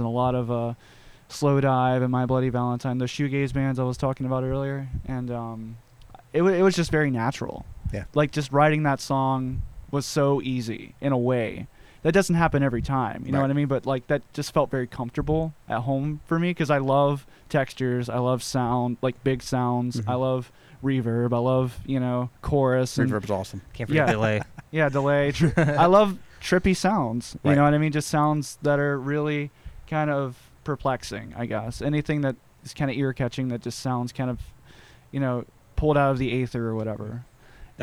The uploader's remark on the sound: Live from The Bird's Nest